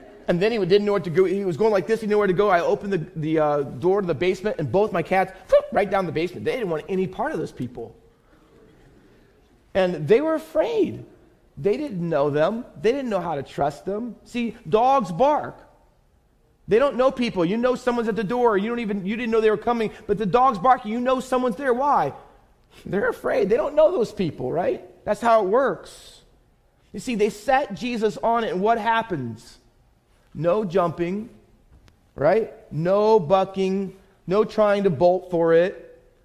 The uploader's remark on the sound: Faith Baptist Church in Hamilton, NJ.